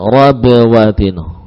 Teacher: Muncul qalqalah. Ini menunjukkan syiddah.